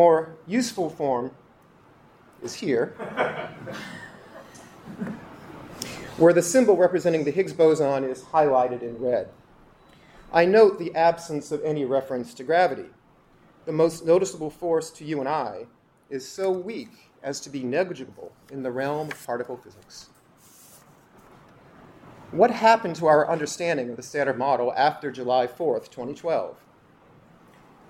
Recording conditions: live audience